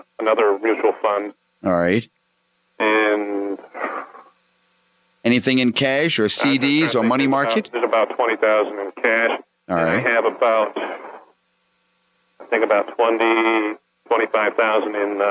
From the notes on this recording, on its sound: call-in show